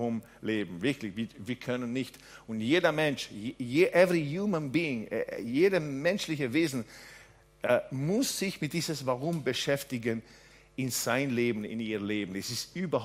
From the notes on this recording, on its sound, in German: Gottesdienst live aus der LIFE Church Wien